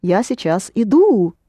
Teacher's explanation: the stress in this verb falls on the ending. It's a ye verb and the ye becomes your, because your is always accented.